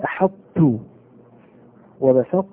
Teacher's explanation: أما في أحط ظهرت صفة الاستعلاء في الطاء · Term: إدغام ناقص